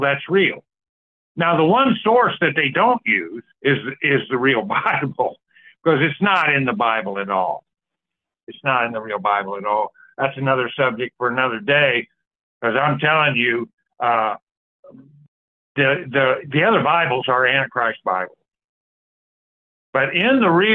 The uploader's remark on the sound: The Sunday December 10, 2023 Call in Bible Study.